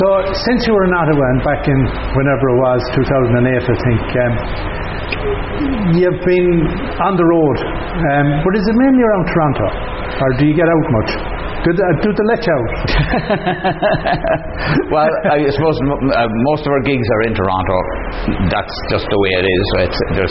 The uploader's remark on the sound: at Goderich Celtic Roots Festival